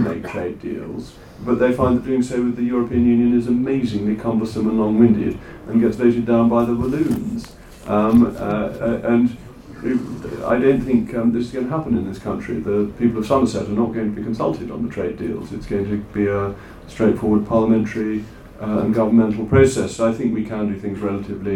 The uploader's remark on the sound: This event was in partnership with Conservative home and held at the Conservative Party Conference in Manchester.